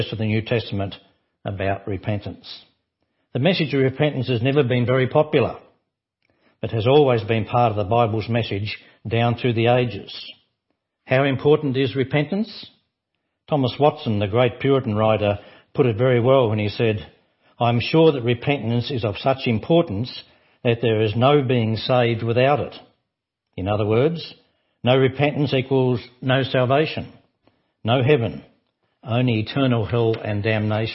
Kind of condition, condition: setting, large echoing room